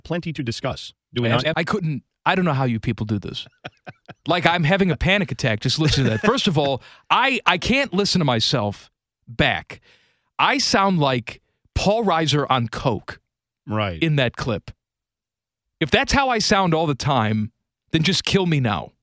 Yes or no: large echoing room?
no